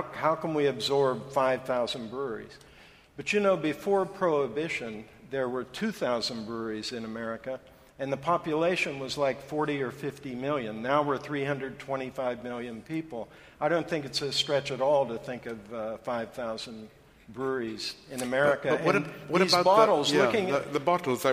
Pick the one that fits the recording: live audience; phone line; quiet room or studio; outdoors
live audience